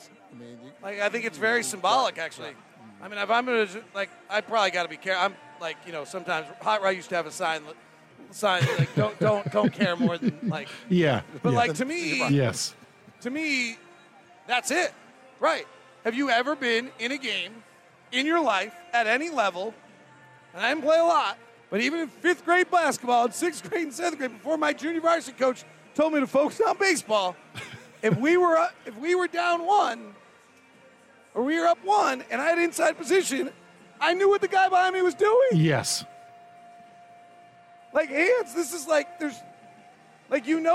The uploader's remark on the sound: Postgame press conference audio